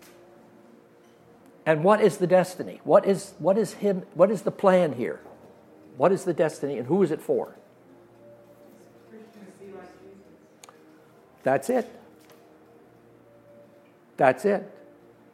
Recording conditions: live audience